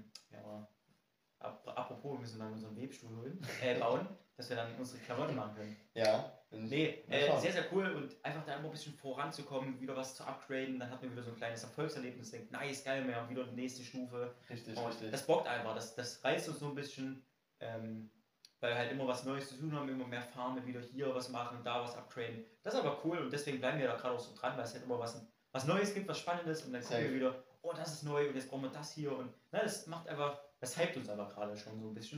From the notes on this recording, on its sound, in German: leider hat sich das Audioproblem wiederholt, deshalb hört ihr wieder den Kamerasound.